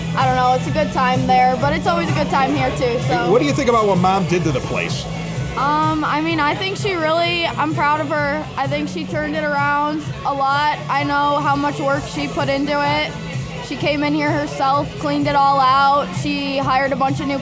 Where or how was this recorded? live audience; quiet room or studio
live audience